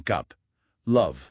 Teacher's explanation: tiene una vocal más corta, más central